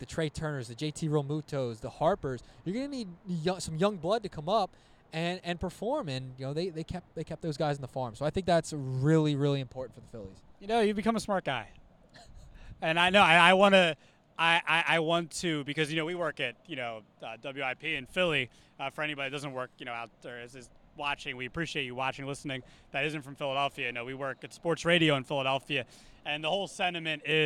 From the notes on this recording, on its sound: Live from Frawley Stadium in Wilmington, home of The Blue Rocks!